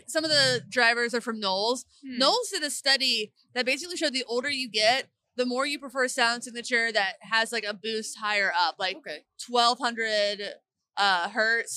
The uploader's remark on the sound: This week's episode of Get Offset was recorded LIVE from the NAMM floor. Surprisingly, this episode didn't suffer from a ton of bleed from the noisy surroundings.